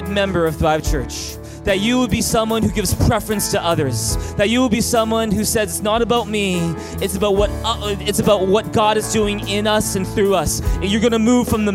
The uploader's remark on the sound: (2nd Service). Sermon Series: Thrive Leadership Conference (Session 7). At THRIVE Church Vancouver, Canada.